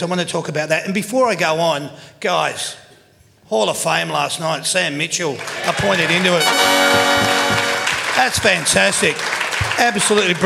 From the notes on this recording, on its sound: That's Good for Footy panel show LIVE from the Mulgrave Country Club In Wheelers Hill.